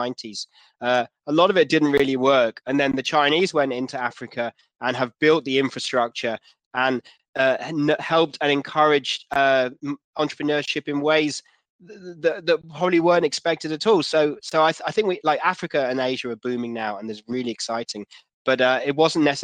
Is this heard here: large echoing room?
no